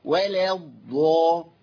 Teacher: انت بتعمل اماله لحركه اللام، هي ولا، ما اقولش ولا لا.